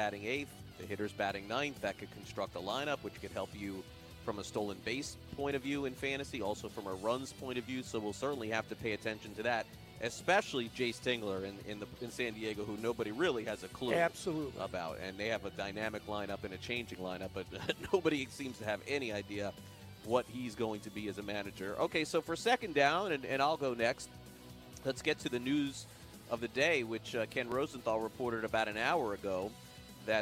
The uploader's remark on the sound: LIVE FROM THE MLB WINTER MEETINGS